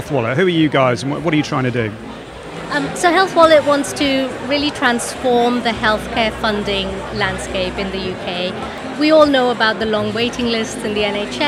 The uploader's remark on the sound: The first of three episodes recorded at Fintech Talents, that we produced in partnership with Andaria, experts in scalable embedded finance solutions. The event took place at The Brewery, London in November where we recorded a series of interviews from Andaria's booth with a number of the speakers and attendees.